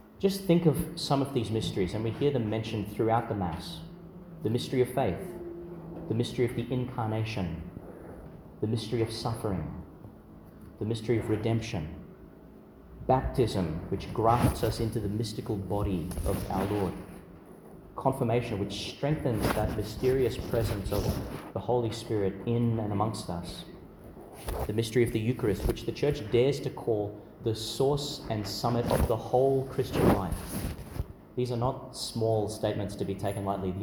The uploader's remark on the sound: delivered in Mary Immaculate Church, Emu Park, Qld.